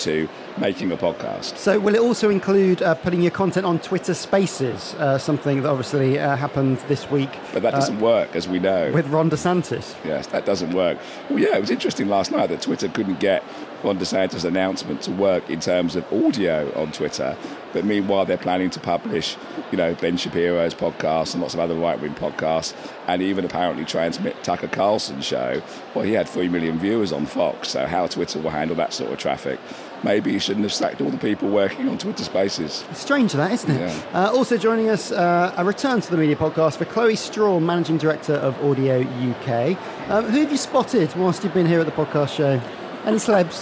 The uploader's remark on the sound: Recorded this week at The Podcast Show in Islington’s Business Design Centre